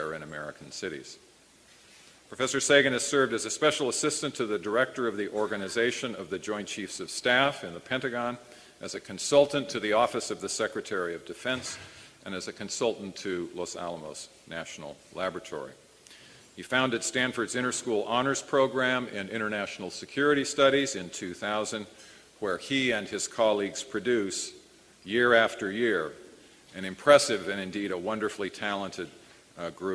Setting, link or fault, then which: setting, live audience